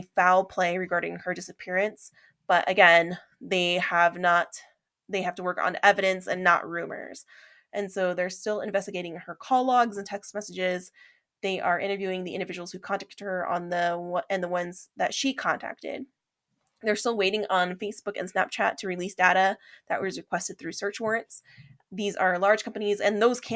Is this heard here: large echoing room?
no